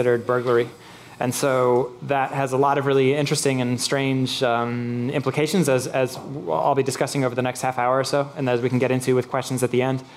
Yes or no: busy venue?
yes